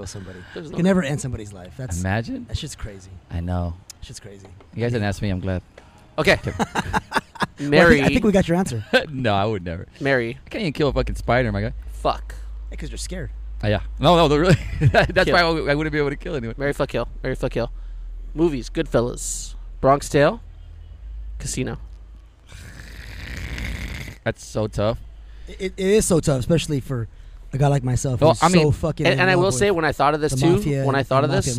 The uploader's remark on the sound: Our 26th adventure finds us outside amongst the savages of uptown Whittier.